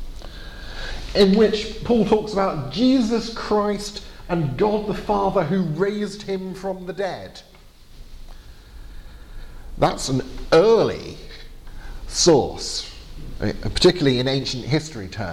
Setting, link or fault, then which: setting, large echoing room